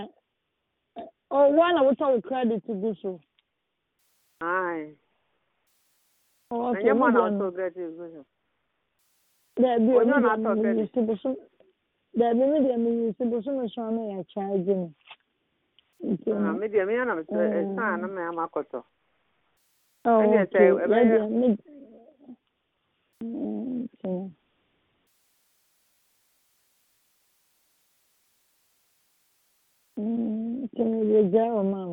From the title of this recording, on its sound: Conference Call